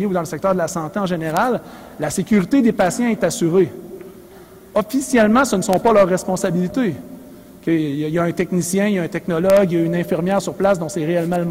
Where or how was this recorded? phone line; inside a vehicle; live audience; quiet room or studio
live audience